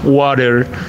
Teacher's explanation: Es muy, muy común que para el inglés americano se suavice la T al momento de pronunciarla dentro de dos vocales